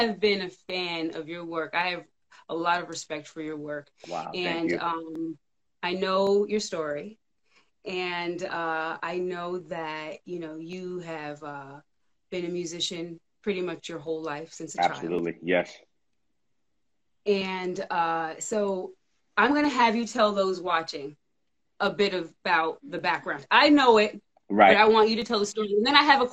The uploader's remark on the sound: in a special Instagram Live #WFH edition